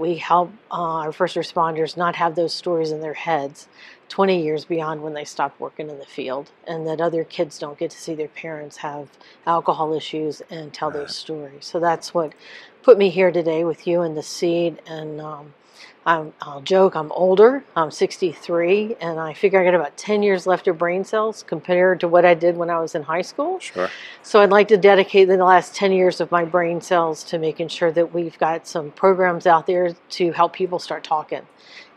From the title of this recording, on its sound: NEP "On Location"